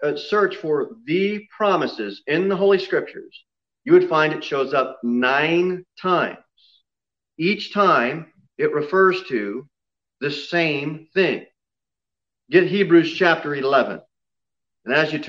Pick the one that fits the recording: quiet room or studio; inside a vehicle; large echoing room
large echoing room